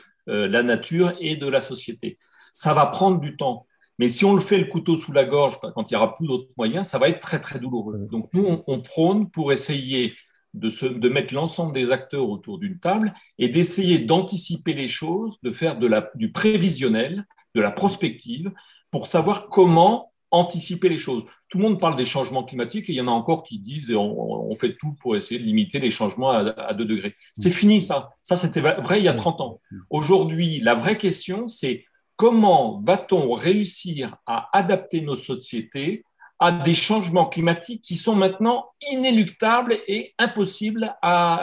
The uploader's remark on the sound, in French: 9 avril 2021 en visio